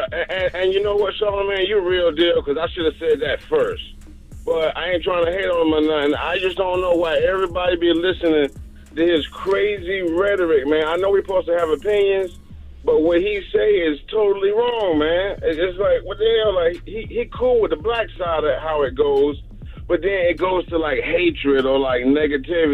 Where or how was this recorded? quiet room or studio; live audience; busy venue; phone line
phone line